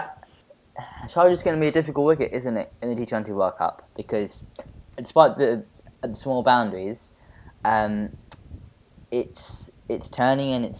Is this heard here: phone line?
no